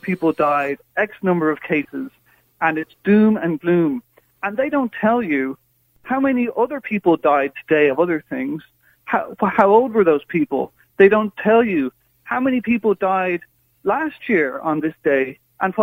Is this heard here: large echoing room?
no